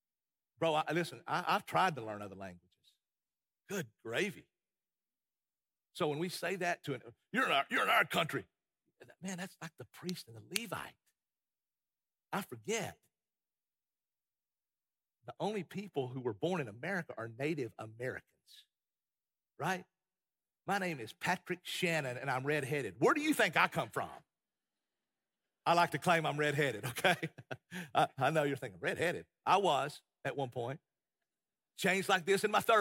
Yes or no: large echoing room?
yes